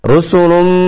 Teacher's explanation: Rusulum, terjadi gunnah, yakni idgham bi gunnah, bertemunya tanwin dengan mim